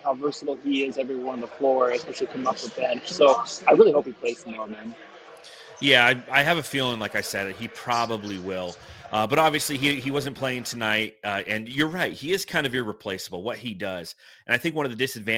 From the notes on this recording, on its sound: The guys are coming to you live from Cold Beers and Cheeseburgers prior to the Dallas Cowboys game.